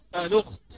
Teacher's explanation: كذلك الأمر نسقط الهمزة ونأخذ فتحتها إلى اللام قبلها يصبح الأمر. الأخت يسقط الهمزة ويأخذ ضمتها إلى اللام قبلها فتقرأ الأخت